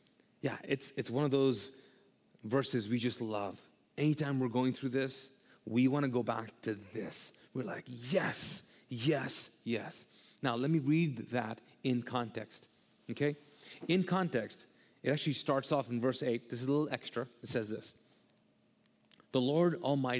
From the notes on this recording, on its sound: All episodes on this channel are recorded live from the Mosaic Church "Hope Center" in Charlotte North Carolina.